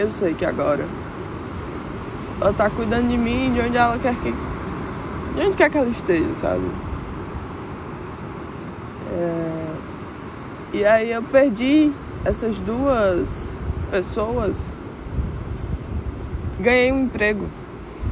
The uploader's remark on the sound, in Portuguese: Episódio gravado no chapadão da praia do amor em Pipa, RN.